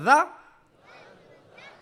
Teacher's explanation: दाल जुबान की नोक, ऊपर वाले दांतों की नोक